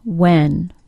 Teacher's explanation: When W-H is followed by any other sound, it's pronounced as a W sound. In American English, we seldom use the H pronunciation. So, when is pronounced when, not usually when.